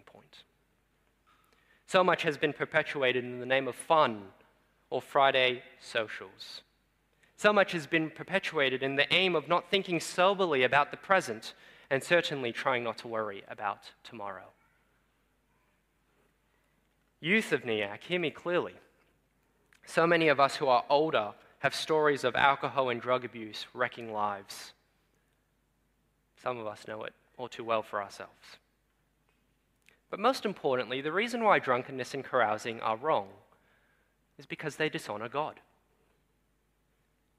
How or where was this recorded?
large echoing room